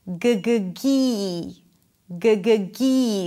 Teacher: So the tongue pulls back for the g and then forward for the high e.